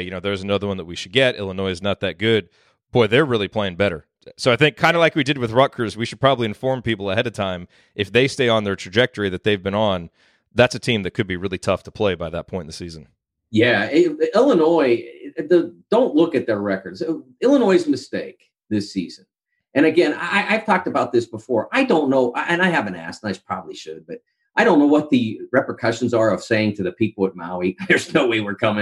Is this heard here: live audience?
no